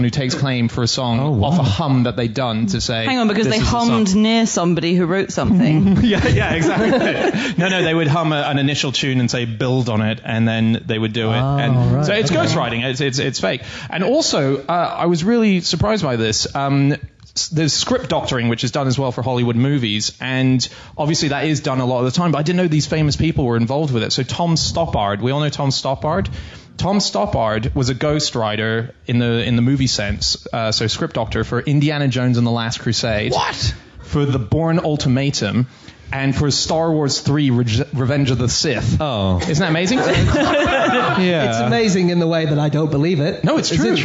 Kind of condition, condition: setting, live audience